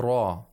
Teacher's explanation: We have to make sure that we have the tapping sound of the tip of the tongue. If there's no tapping sound, it's going to sound like an approximant, as in English, the English R.